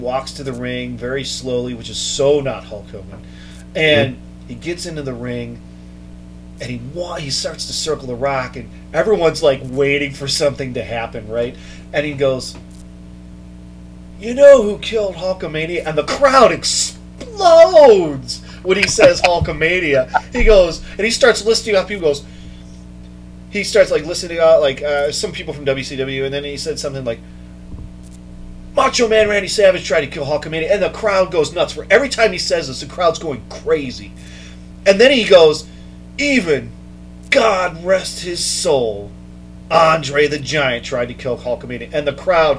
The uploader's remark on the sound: We are still adjusting to the new normal around the Panel Scanners Offices (remote productions are causing some difficulties).